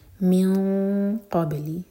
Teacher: قاف کے لیے اخفا اور با پر قلقلہ